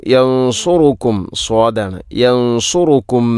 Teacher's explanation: യൻസുറുക്കും എന്നതിൽ ഇഖ്ഫാവും ബിഗുന്നയുണ്ട്, സുക്കൂനുള്ള നൂനിന് ശേഷം സ്വാദ്